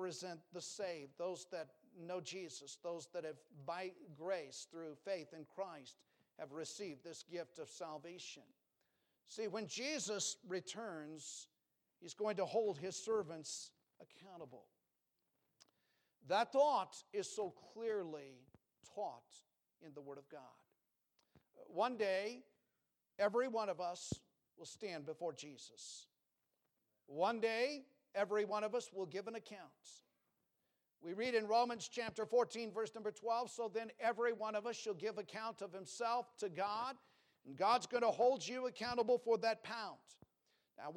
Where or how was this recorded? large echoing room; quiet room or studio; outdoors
large echoing room